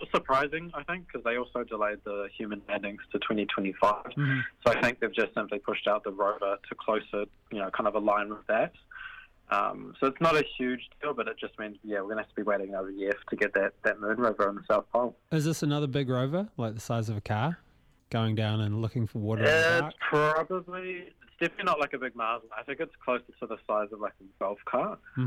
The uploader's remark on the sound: jumps on the phone